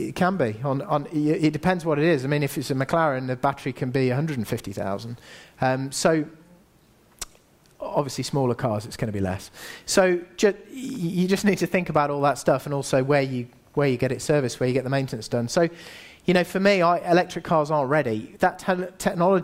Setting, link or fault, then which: setting, live audience